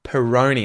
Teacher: So good to do that schwa at the start.